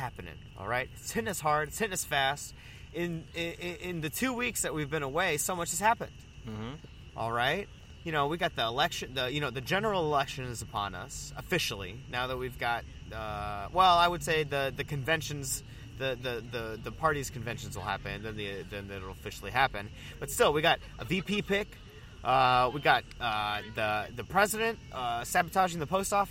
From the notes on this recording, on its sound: recorded at the outdoor studio (the park)